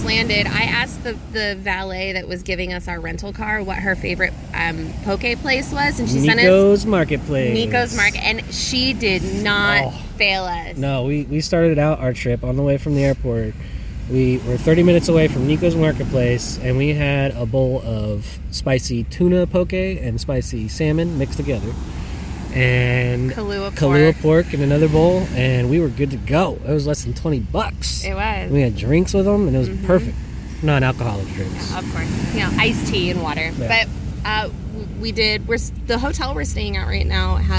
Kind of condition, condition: setting, outdoors